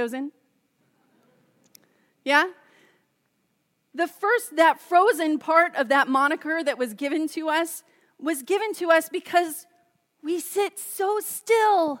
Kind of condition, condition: setting, large echoing room